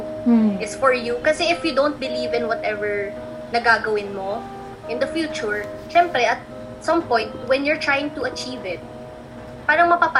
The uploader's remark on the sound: Apologies in advance if the audio quality isn't 100%, as the pandemic has forced us to produce this purely on an online basis.